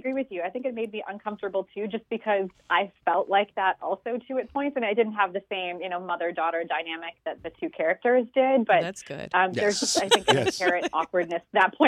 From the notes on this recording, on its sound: Special guest on the phone